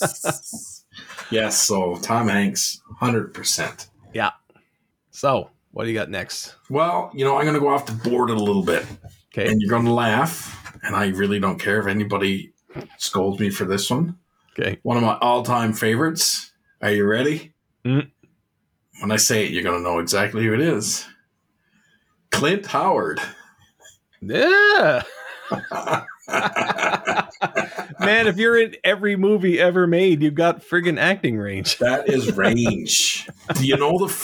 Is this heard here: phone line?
no